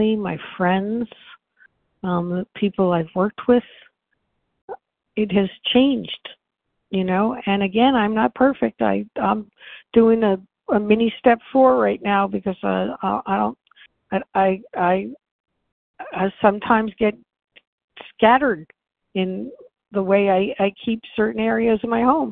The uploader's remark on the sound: from the 100 Pounders Phone Meeting